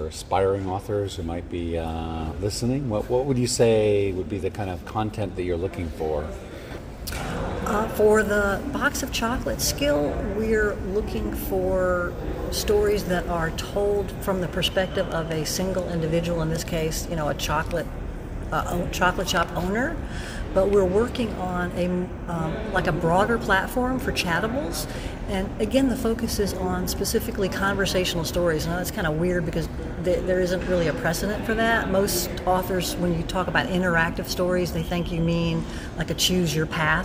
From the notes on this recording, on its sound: Was at the Project Voice conference in Chattanooga Tennessee. Project Voice Conference - Interviews #3.